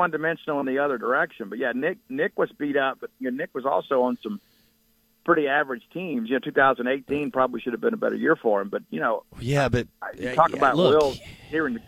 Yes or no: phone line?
yes